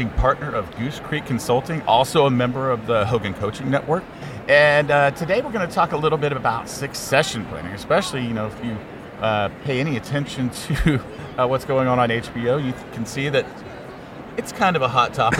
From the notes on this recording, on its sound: Live from SIOP.